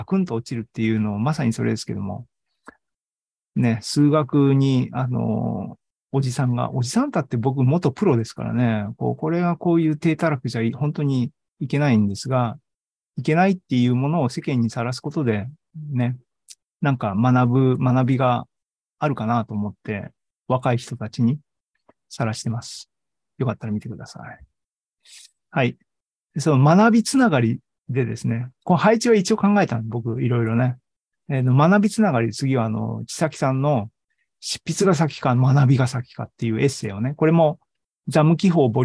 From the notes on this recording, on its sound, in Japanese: ZOOMライブの模様です